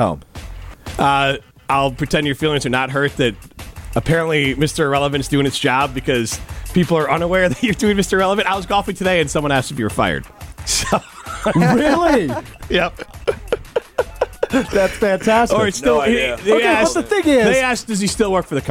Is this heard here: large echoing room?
no